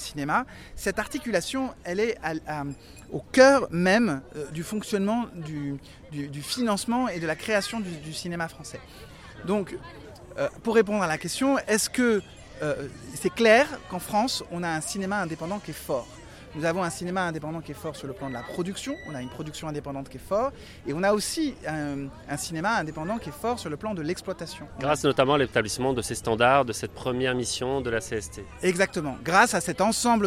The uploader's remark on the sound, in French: Un podcast enregistré par l'ARA - Assistants réalisateurs & associés - lors du 75ème Festival de Cannes et en partenariat avec le CNC.